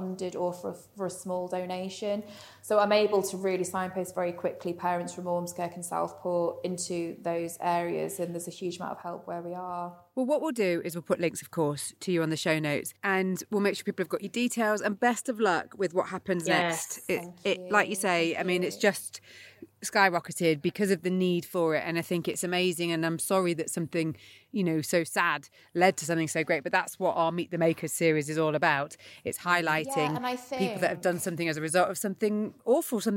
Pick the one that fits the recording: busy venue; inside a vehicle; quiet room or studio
busy venue